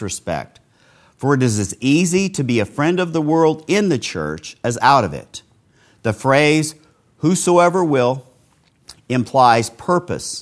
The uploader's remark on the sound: This sermon was preached live at Castle Grace in the At the Mouth of Two or Three Witnesses Series. Broadcast live from Castle Grace.